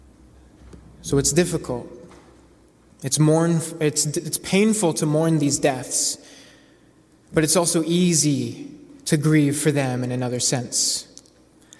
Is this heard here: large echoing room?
yes